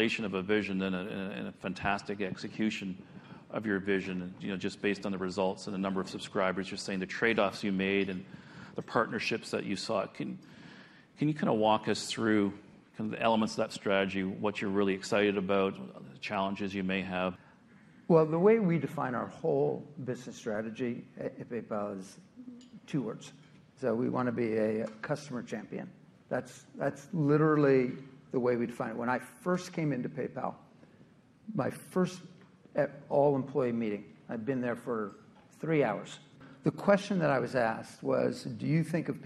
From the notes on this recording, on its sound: at the recent RBC Capital Markets Technology, Internet, Media and Telecommunications Conference in New York City